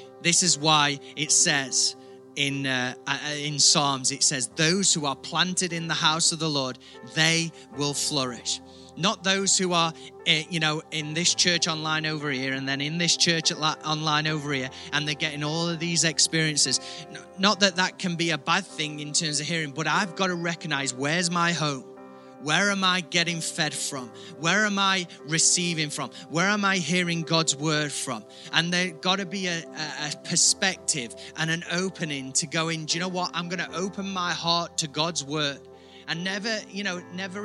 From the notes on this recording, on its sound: IKON Church. Recorded at the Chesterfield Campus this is the message from the service.